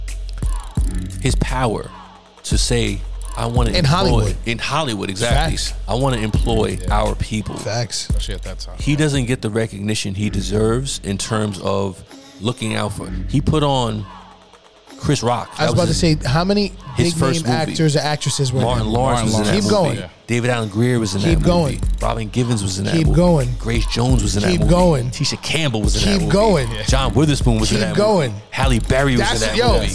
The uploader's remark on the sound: Smoking their cigars at Smoke 'N Ashes Cigars and Haberdashery in Teaneck, NJ. A conversation about the 80s turned into an SNA Live episode.